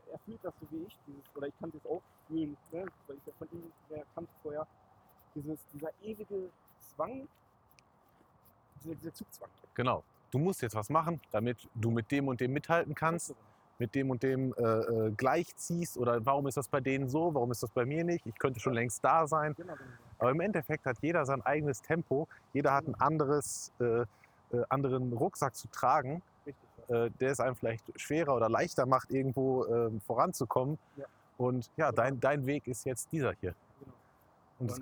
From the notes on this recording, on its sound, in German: erneut schlechtem Ton